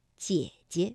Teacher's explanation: 但是当连读的时候，第一个姐呢，我们就把它读成二幺